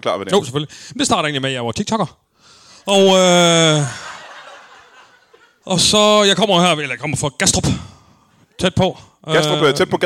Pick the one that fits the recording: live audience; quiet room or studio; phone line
live audience